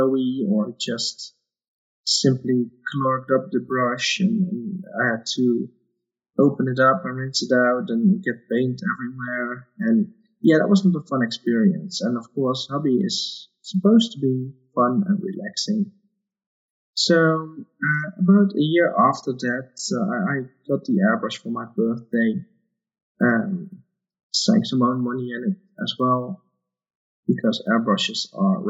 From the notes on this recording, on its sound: Apologies for the audio on this episode, there were some issues with the recording.